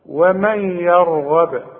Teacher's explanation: والراء هي المفخمة والغين كمان ما دام مفتوحة تبقى مفخمة